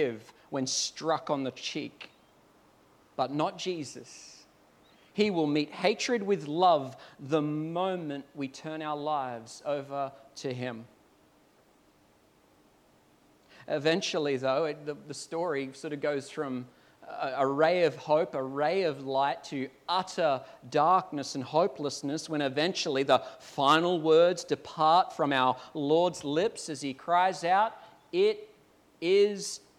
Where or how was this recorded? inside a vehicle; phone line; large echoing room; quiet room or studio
large echoing room